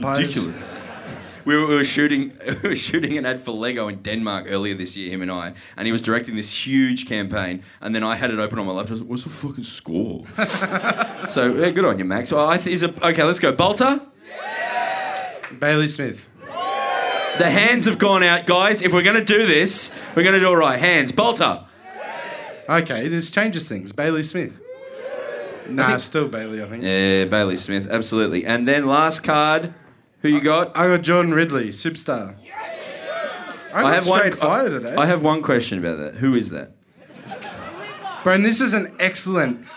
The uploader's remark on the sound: Live From The Corner Hotel Melbourne